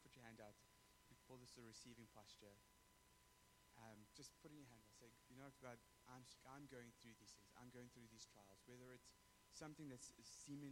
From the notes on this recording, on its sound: We apologize for the low sound quality, the issue will be resolved for the next recordings.